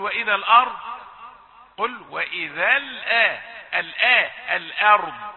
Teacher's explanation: كل هذا ترقيق، ثم تأتي للقاف فتفخمها وللتاء بعدها فترققها